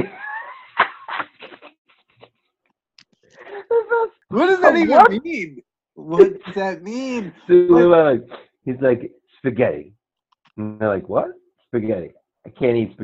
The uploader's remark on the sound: on Zoom so there are small sound discrepancies